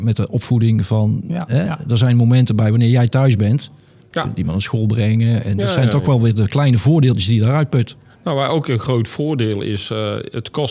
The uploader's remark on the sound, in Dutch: We zitten op dit moment in een ingerichte studio op de open dag van de School voor Procestechniek op het ROC TILBURG. We hebben op de open dag verschillende afleveringen opgenomen.